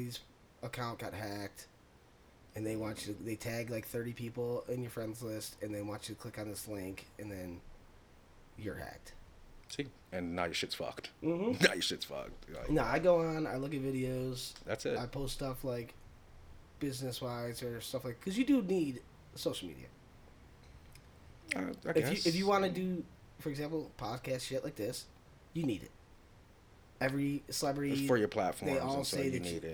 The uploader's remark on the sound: a minor audio level issue